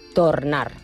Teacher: I no vaig pronunciar la R. En canvi, al País Valencià, què fan? La O es pronuncia tal qual i també pronuncien la R.